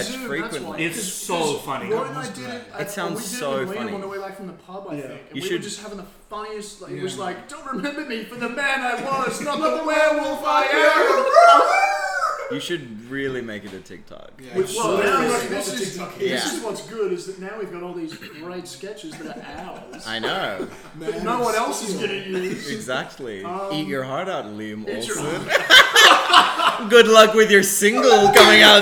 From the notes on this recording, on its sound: horrific mic positioning